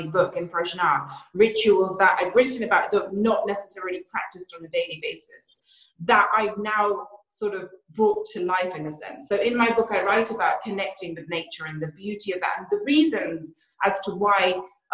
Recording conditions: video call